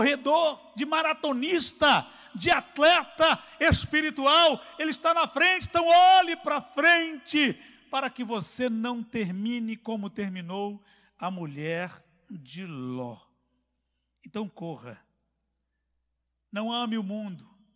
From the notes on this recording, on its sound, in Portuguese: CULTO AO VIVO